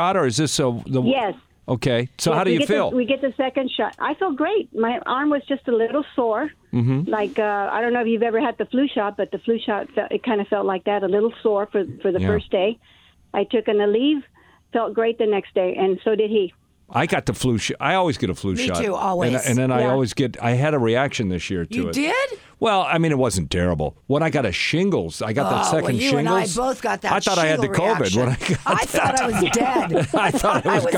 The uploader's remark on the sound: Listeners who have gotten their first or second dose call in to share their experiences!